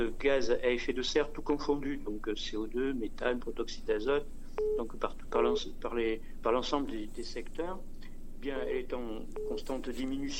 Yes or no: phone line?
yes